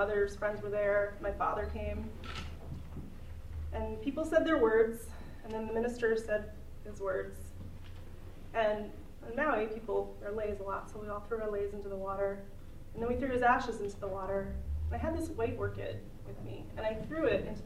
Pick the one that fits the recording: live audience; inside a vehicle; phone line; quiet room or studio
live audience